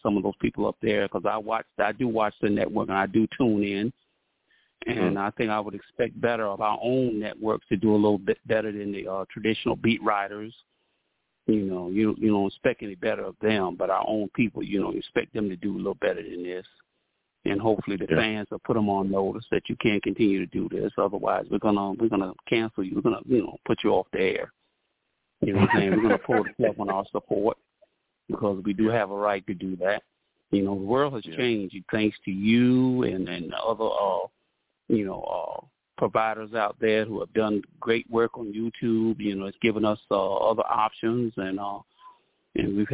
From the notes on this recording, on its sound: I also take live callers!